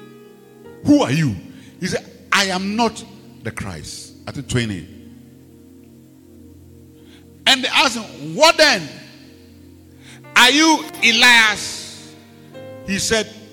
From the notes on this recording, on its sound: Preached at the Rose of Sharon Cathedral, Catch the Anointing Centre, LA - Accra